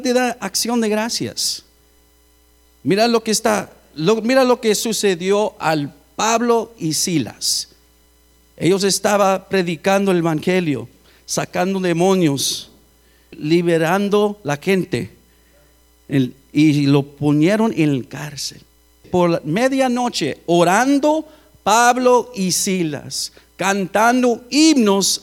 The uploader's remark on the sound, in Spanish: Grabado en Iglesia La Casa Del Alfarero. Edinburg, TX.